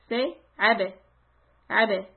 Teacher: For the ba, we do qalqala, meaning I shut my mouth and I open it quickly.